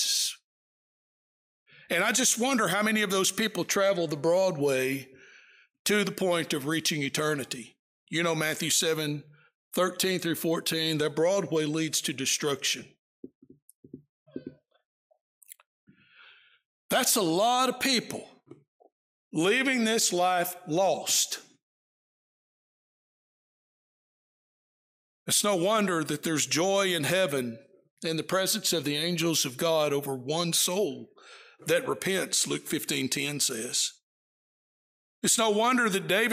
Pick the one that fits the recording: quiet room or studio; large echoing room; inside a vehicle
large echoing room